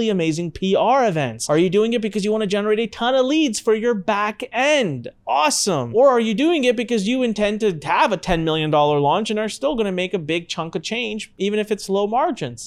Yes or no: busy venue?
no